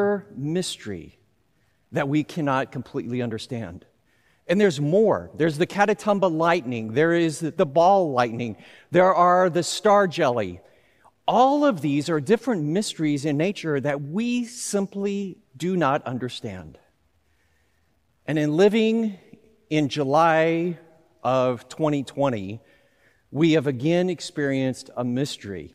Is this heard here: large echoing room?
yes